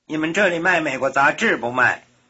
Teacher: Notice that the question in this exchange is a choice type question, with the negative choice, 不卖, tagged on at the end in the neutral tone